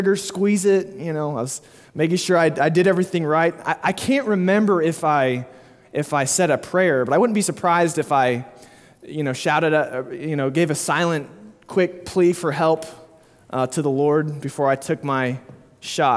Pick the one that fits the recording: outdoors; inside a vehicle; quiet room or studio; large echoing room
large echoing room